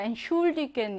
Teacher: 취가 아니라 트, 슈로 따로 발음합니다. Entschuldigen 이렇게요.